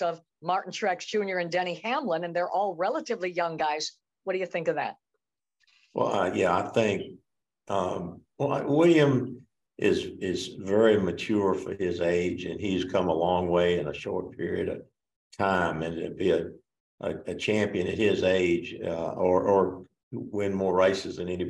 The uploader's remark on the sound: Met with reporters via Zoom to discuss the NASCAR Championship.